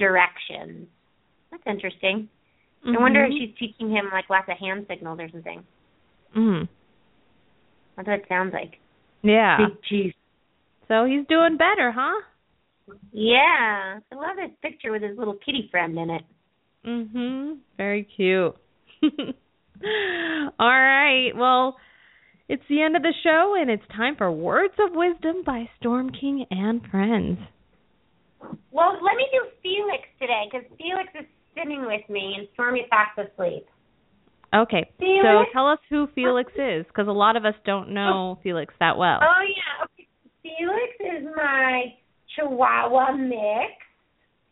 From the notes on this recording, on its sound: open up the lines for listeners to call